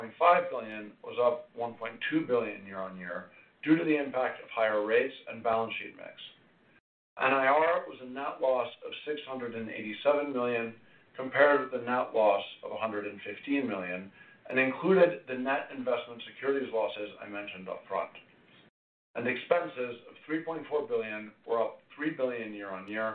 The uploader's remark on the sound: Fourth-Quarter 2023 Earnings Conference Call of J P Morgan Chase & Co.